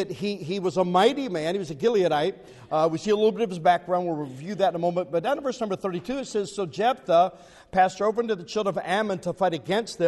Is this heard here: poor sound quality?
no